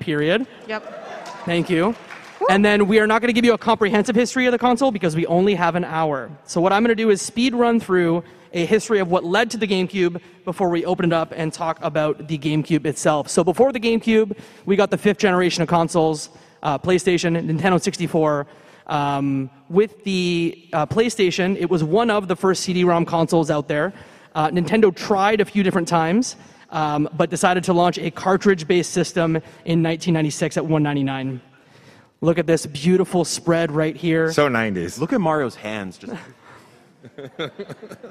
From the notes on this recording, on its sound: Live from PAX East 2023. With help from the PAX East audience. Recorded live at PAX East 2023 on Friday, March 24th at the Boston Convention and Exhibition Centre. There’s one section that relies on visual aids.